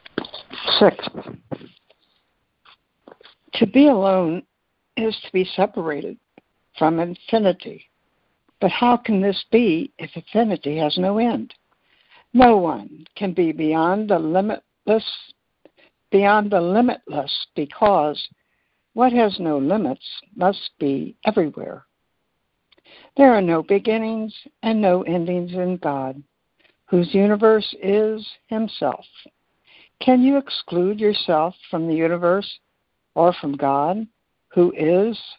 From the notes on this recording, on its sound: ACIM Daily Conference Call.